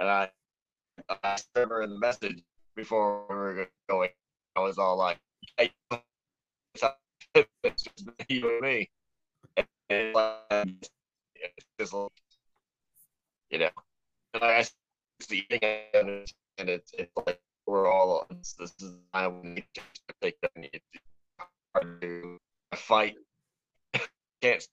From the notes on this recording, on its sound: There's some audio issues in the first couple minutes, but it gets better after that